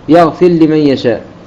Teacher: أيضا يقرأها بالإدغام لأنها إدغام الراء في اللام الذي ذكرناه قبل قليل، يغفر لمن يشاء. فالإدغام في كلمة أو